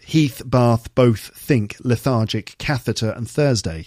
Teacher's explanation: The first one is the unvoiced TH sound, which is th. Okay? So those who speak with TH fronting use F, like f, instead if TH is pronounced as th.